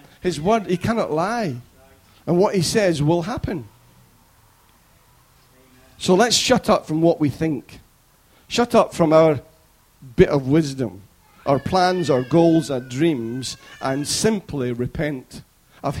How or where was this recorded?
large echoing room